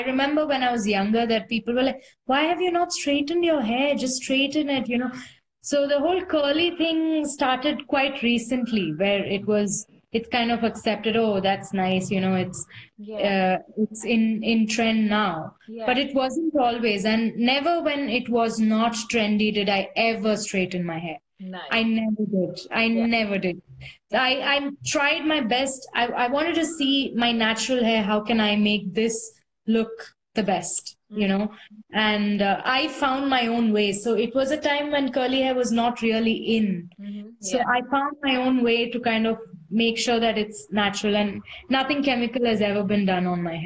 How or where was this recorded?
video call